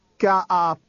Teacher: the end of the question word almost combined with the word for you